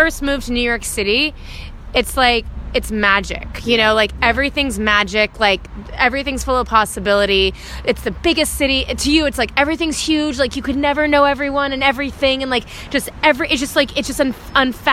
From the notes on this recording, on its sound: In a hurry and outside The Boogaloo in Highgate.